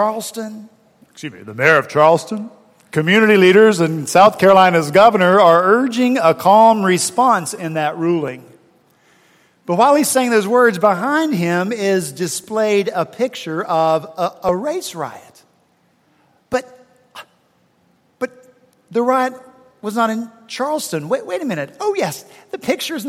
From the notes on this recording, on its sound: At Redeemer Presbyterian Church in Charleston, SC, for our fourth Sunday in Advent on December 18, 2016